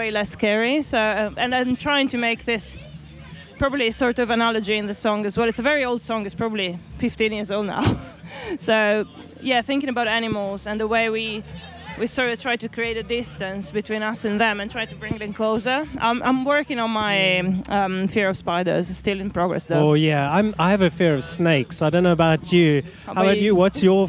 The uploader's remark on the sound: These are the conversations recorded on the second of two days at the Riverside Festival, Charlbury, Oxford. Following their performances on the main stage.